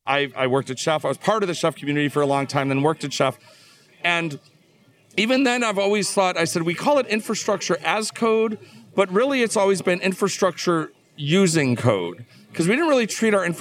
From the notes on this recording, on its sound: Recorded on the floor of KubeCon + CloudNativeCon Europe 2022. Recorded on the floor of KubeCon + CloudNativeCon Europe 2022.